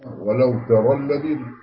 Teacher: فهتبقى راء مفتوحة وقبلها مفتوح فهتبقى مفخمة.